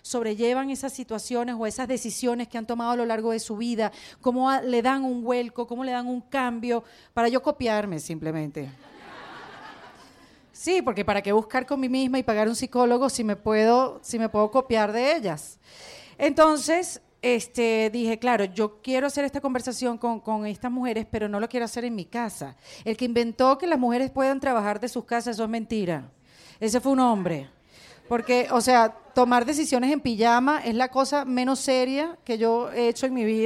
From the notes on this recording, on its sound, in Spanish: Que lo íbamos a grabar en Chile con mas de 300 personas en vivo.